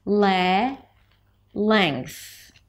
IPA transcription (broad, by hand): leŋkθ